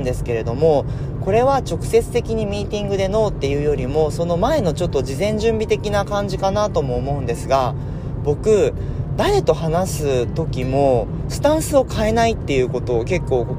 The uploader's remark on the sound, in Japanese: 車を運転しながらお届けしています途中運転に集中して無言になります